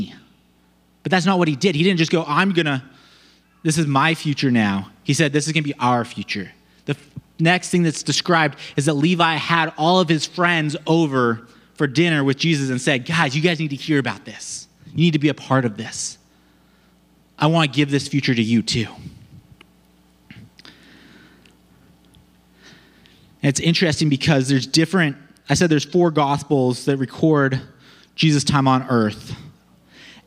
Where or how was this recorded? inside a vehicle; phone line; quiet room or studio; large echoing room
large echoing room